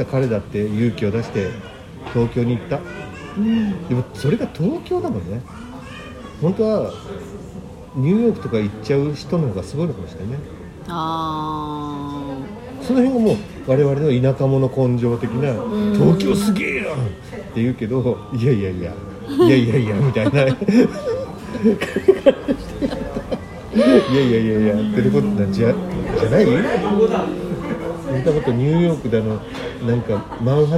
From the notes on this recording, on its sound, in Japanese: 最後の収録を某ファミリーレストランにて